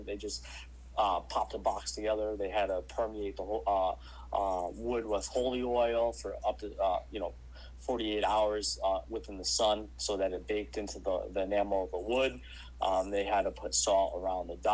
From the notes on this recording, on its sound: We apologize for the hum that seems to be lingering in the background of this episode. We're not sure what happened to cause that, but we are investigating to make sure it doesn't happen again.